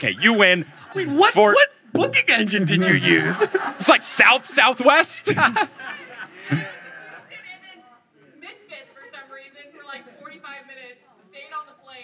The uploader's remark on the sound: LIVE in Atlanta! This audio is from the March 2022 Atlanta live show.